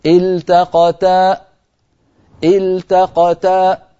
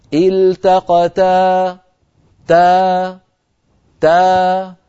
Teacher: التقتا، لما نقف على كلمة آخرها ألف، التقتا تا، فنجعل الصوت في آخر الألف يتخامد ويتلاشى تدريجيا، ولا نقفل الوترين الصوتيين · Shown in: second take · إن تقفلنا الوترين الصوتيين خرجت همزة ساكنة.